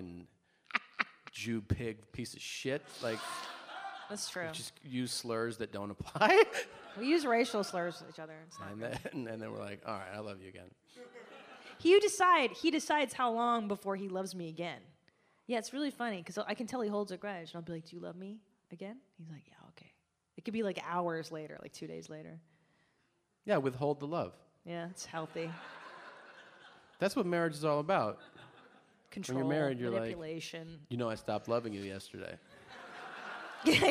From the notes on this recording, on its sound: Live From Brooklyn. There's nothing quite like a LIVE Mom in front of other Mom's, knawmean?